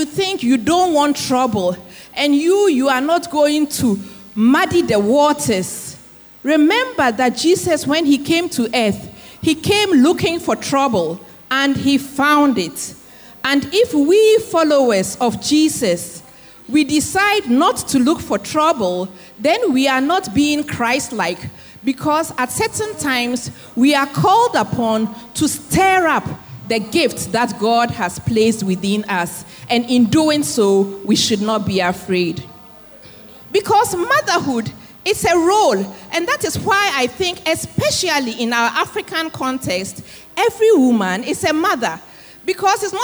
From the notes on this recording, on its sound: Sermon preached at CBC Adabraka Campus